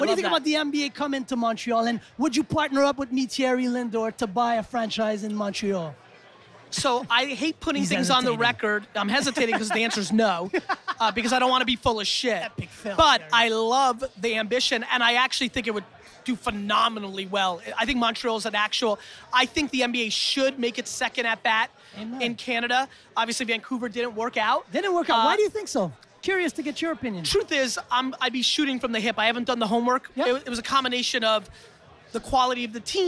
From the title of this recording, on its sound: An Interview On The Influence Podcast at Influence MTL